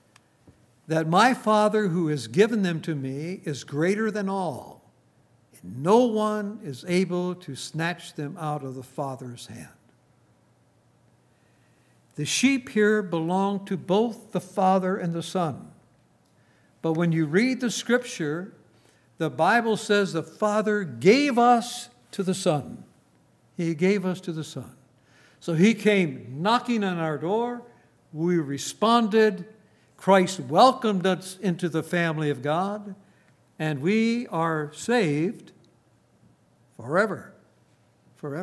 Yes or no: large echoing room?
yes